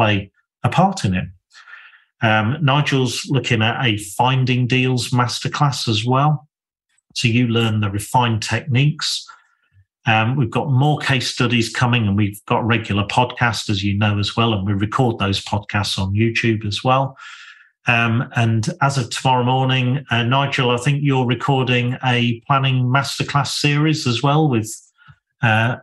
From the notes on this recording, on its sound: Excerpt taken from a webinar recorded in March 2023